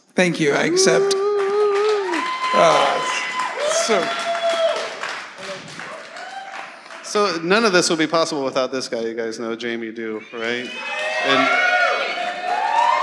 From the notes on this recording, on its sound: live from the stage at the Rec Room